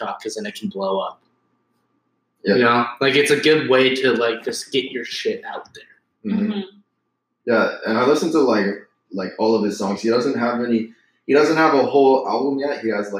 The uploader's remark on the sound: sorry for poor sound quality